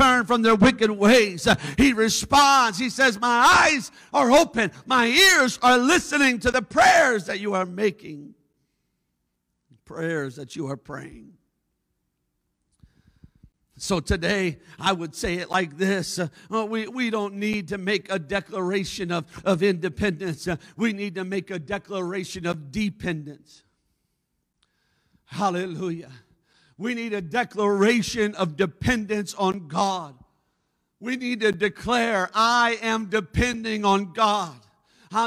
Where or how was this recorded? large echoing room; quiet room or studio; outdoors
large echoing room